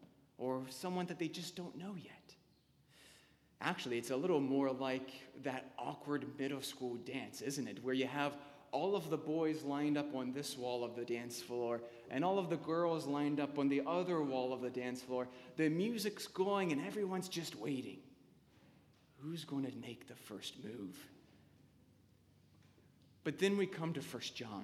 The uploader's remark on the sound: Sermon delivered on May 3, 2015 at Anglican Church of the Redeemer